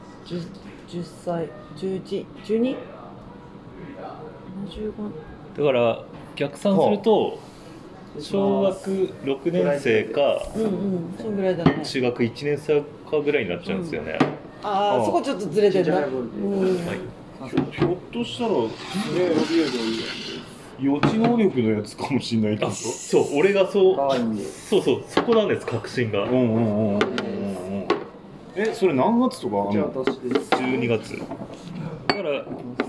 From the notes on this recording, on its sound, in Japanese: 今回は趣向を変えて居酒屋での収録です。